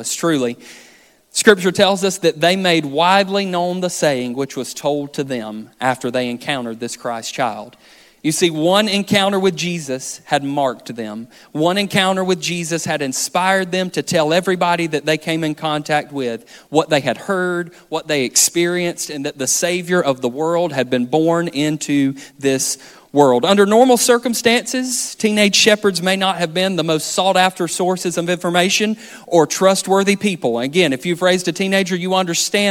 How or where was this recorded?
large echoing room